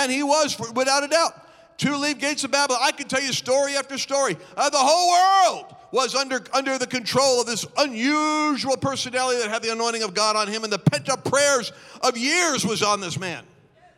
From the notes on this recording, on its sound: Recorded live on 5/23/21.